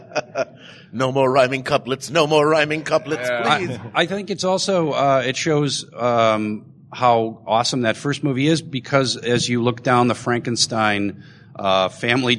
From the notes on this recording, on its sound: Recorded Live at Dragon Con